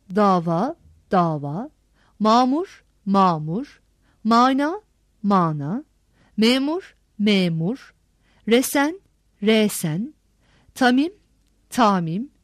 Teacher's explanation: gırtlak ünsüzü Türkçe söyleyişten tamamen kalkmakta ve kendisinden önceki ünlünün uzamasına yol açmaktadır